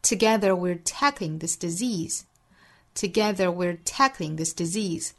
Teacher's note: we're tackling this disease. We are 两个词做弱读，后面的 this 也是做弱读的。Together we're tackling this disease. 这半句的重读音节呢，分别在 together 的 g, tackling 的 k 和 disease 的 z 这个音节，其他的音节都是做弱读的